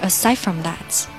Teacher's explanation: 我们可以把 aside 后面的那个 d 把它吃掉，读快一点就是 aside fromthat。那么读慢一点，把 d 读出来也不要紧，aside from that，the whole evening